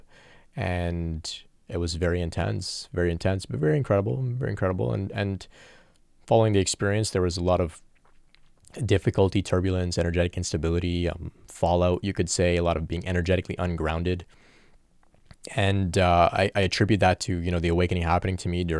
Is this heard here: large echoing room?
no